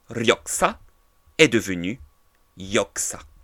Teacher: Et donc en Corée du Sud, Ryoksa est devenu Yoksa. Le liyeul a ici totalement disparu.